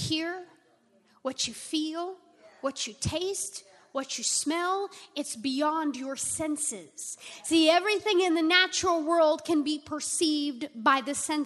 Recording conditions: large echoing room